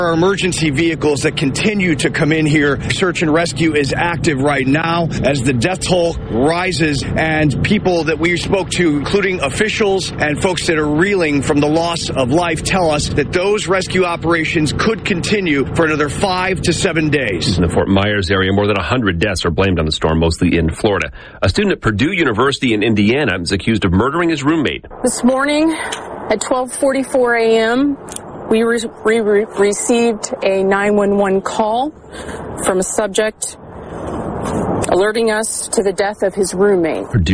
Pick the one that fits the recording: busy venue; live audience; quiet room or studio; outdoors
outdoors